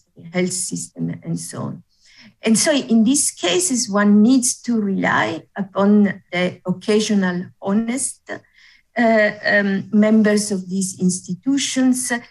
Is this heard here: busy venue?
no